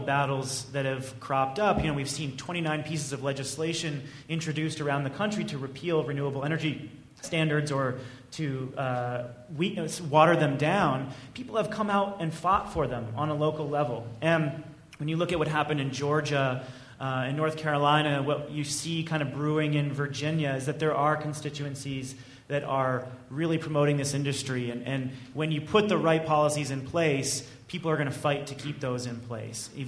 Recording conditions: busy venue